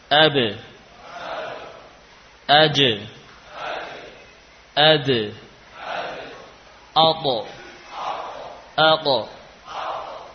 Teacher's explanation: Oleh karena itu, thariqah membaca huruf-huruf qalqalah, huruf-huruf ini ketika disukun adalah dengan memberikan suara pantulan. Itulah yang dinamakan dengan qalqalah.